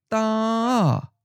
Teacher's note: Oh, da sounds like a first tone, high-flat to me.